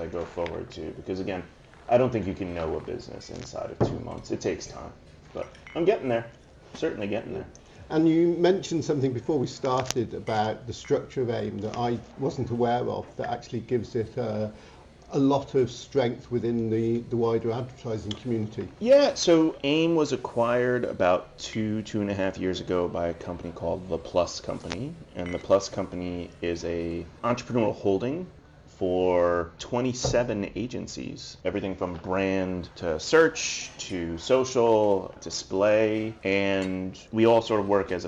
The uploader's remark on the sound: We join them in a breakout at PI Live.